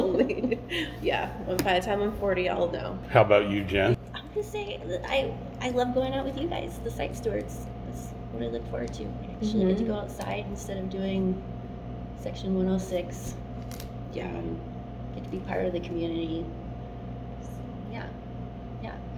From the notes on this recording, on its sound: at the Three Corners Archeology Conference at University of Nevada Las Vegas